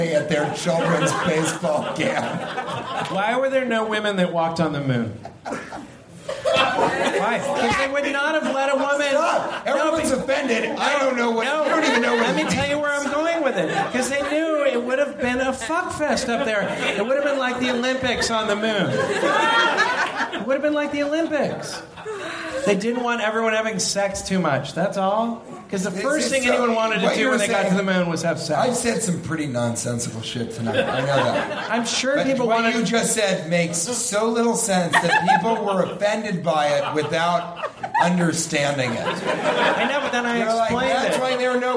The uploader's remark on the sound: Live from San Diego!